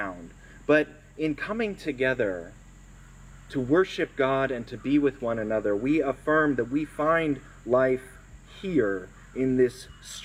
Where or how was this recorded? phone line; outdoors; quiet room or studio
outdoors